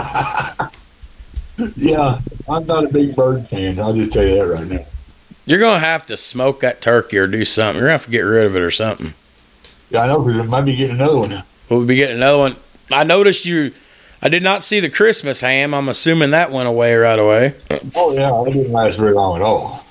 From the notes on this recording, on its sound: Record remote from two different locations over the phone, testing out their new $50 equipment mod.